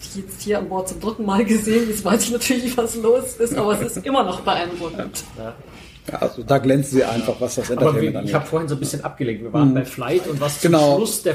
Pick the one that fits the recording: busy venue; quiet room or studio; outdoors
busy venue